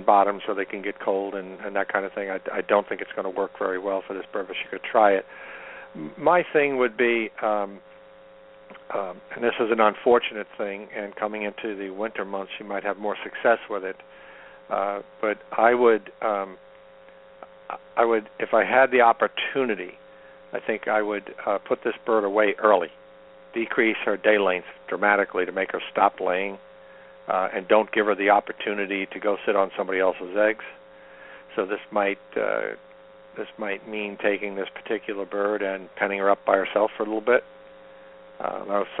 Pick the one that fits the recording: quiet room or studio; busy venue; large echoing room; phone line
phone line